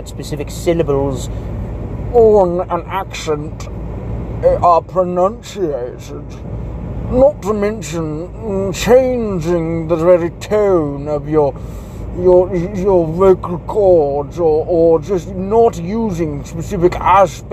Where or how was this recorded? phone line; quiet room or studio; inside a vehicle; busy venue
inside a vehicle